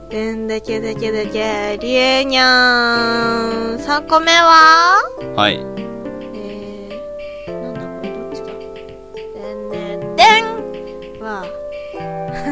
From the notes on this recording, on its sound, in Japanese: 今回も音が全体的に大きいかもしれません。・ノイズ多いです。